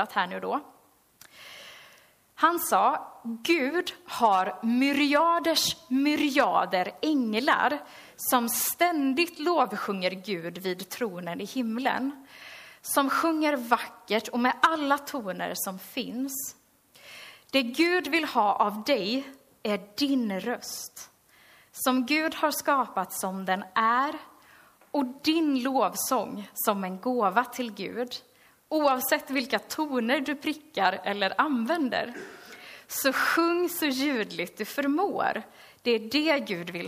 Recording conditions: large echoing room